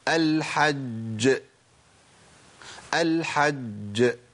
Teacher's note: يبقى المشدد الموقوف عليه ده اعلى مراتب القلقله للجيم